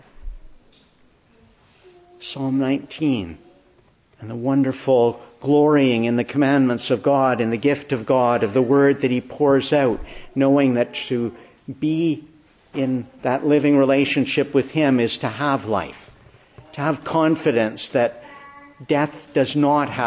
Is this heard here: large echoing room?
yes